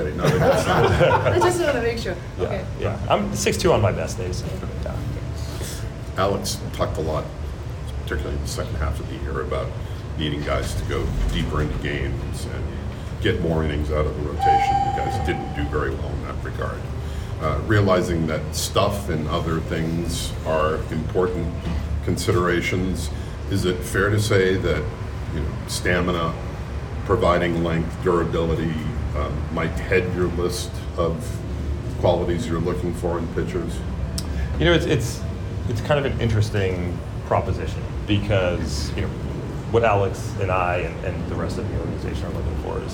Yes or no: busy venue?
yes